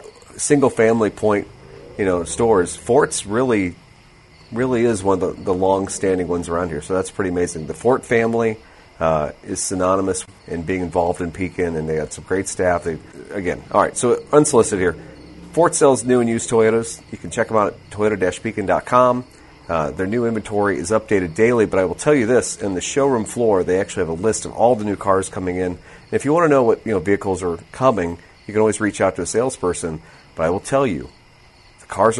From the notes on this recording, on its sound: Fortunately, 100-degree temps didn’t melt the memory card and lose this gem of an episode. Doing a live remote in the Scott Auto Museum of North Peoria on a pleasant summer evening. You will be soothed by the ambient droll of crickets and cicadas while tuned in.